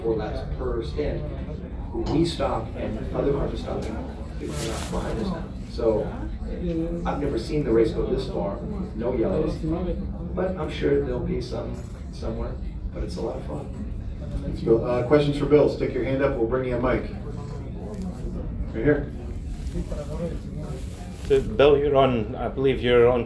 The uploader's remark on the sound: Live from Daytona